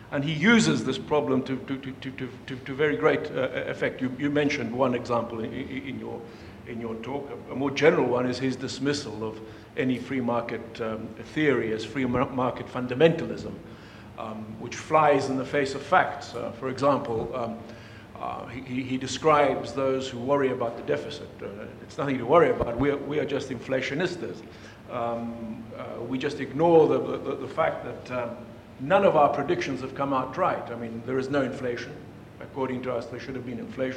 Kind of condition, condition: setting, live audience